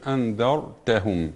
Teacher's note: الراء ساكنة ما قبلها مفتوح فإنها تفخم الراء